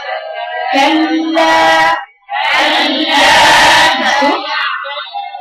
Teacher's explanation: ما فيهوش هاء ابدا اللام فيها جهر ما فيهاش نفس